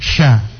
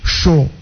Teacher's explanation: Jadi tidak boleh saat mbak bilang sya kemudian mau kasih bulat bibir menjadi sho dia.